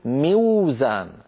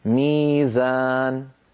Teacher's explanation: وزن، فالحرف الأول فيها واو، فعندما نشتق من وزن مفعال لابد أن نقول ميوزان. ميوزان، لكن العرب لا ينطقون واوا ساكنة قبلها مكسور، لذلك يقلبون هذه الواو من أجل الكسرة التي قبلها إلى ياء · Shown in: second take · فيقولون ميزان.